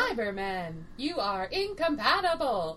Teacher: And it has, it's all, weird intonations. And just, the pitch is just constantly changing. It's like the emphasis is on the wrong syllable, and the pitch goes with it.